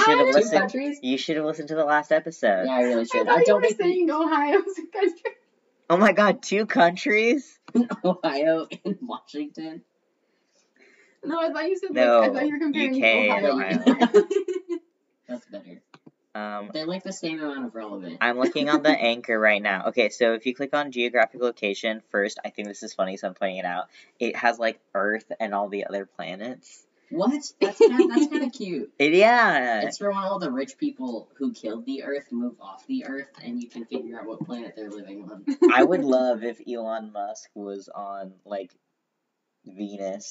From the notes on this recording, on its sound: Sorry about the audio on this one folks, we're still working on our set-up for recording with another person.